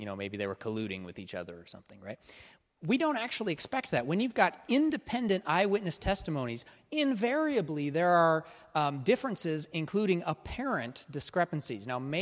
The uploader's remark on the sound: This is a recording of the first week of Part 1 of our in-person course. (class format).